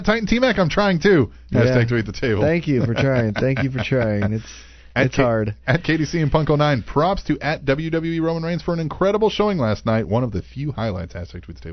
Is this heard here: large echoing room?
no